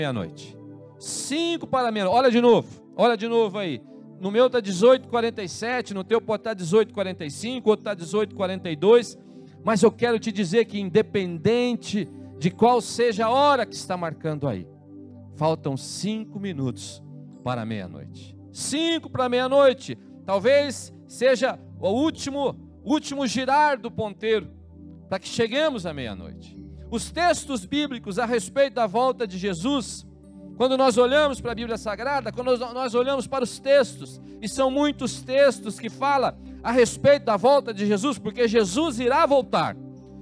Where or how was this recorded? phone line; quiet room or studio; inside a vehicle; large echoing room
large echoing room